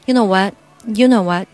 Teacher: knowwhat？然后在我们真正把它放到句子里的时候，这个，you knowwhat，其实更像当于是一个语气助词那种意思，所以这个 what 你不能发得特别明白，就这句话你都不能说得特别明白，特别是最后这个 what 这个 T 你肯定是要吃掉的